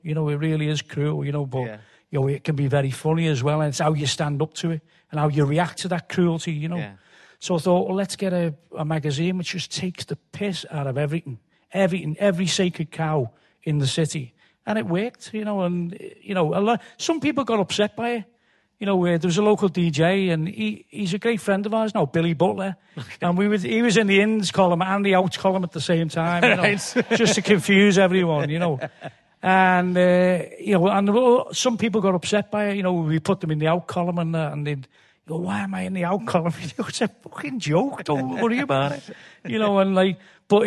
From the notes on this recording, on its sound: in an unseasonably sweltering Liverpool, at the Playhouse